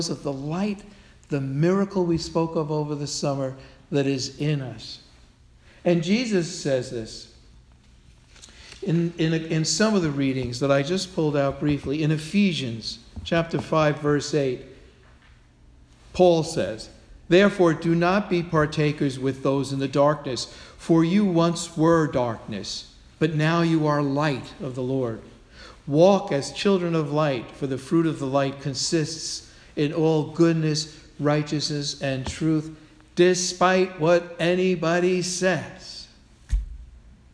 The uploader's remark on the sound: Sermon delivered at All Souls Parish Presbyterian Church.